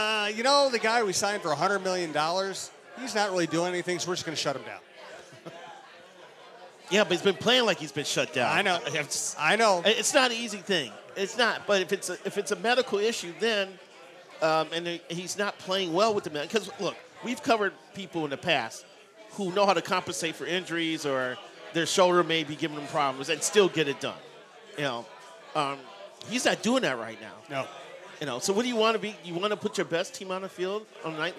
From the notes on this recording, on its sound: Live at O'Donovan's near Target Field.